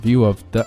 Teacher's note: view of the 这里就读得很轻